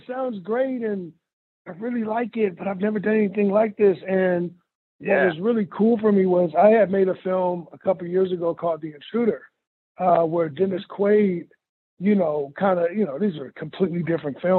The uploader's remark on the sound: I hopped on the phone